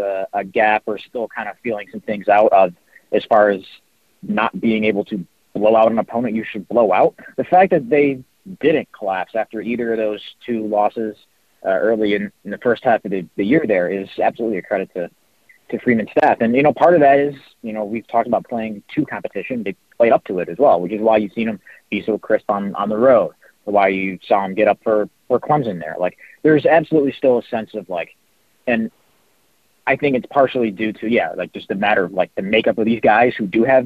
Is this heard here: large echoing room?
no